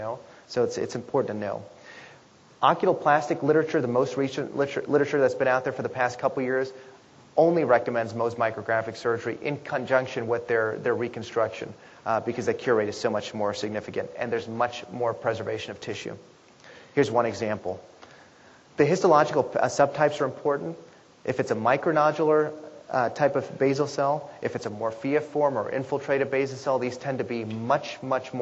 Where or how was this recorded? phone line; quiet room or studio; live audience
live audience